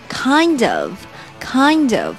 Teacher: of 后面的那个 F 的音，我们发 V，V 的音，不发轻浮音，不发 F 的音，要发浊浮 V 的音 · 连读。Kind of kindof，然后 of 后面的那个 f 的音，我们发 v v 的音，不发清辅音，不发 f 的音，要发浊辅 v 的音